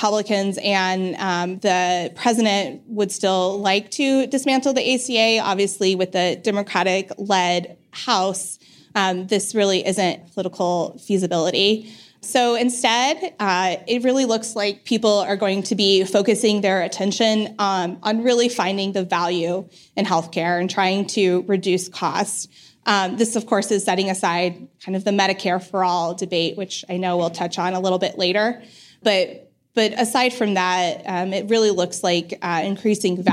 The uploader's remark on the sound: on the stage at DOCSF 2019